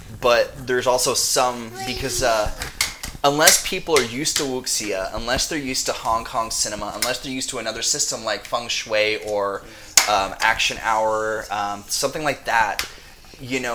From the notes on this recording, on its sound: We apologize for some of the background noises we had some mic issues that we can not edit out very easily.